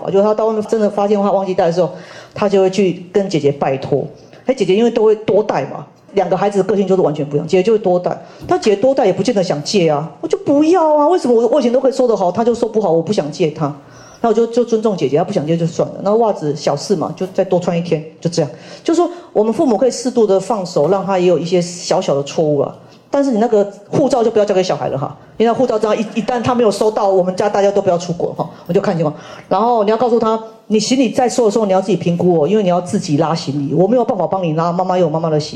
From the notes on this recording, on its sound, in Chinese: 人文讀書會現場錄音